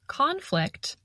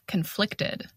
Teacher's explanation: We stress the first syllable in the noun conflict, and we stress the second syllable in the adjective conflicted.